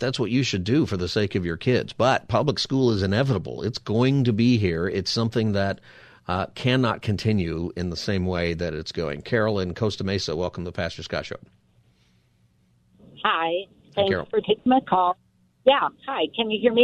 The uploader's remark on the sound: Listeners call in and react.